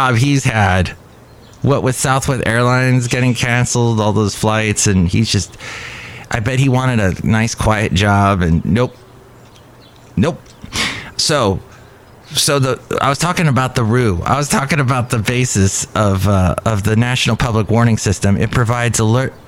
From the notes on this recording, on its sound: podcasts live from Cafe Anyway